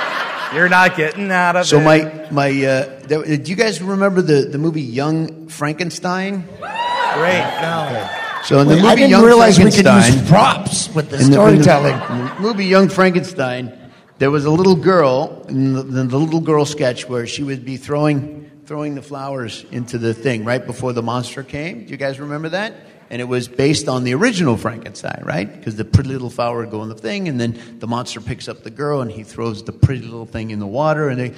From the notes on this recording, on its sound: Please note, as this was a LIVE, on-site event, this episode is not optimized for an audio podcast.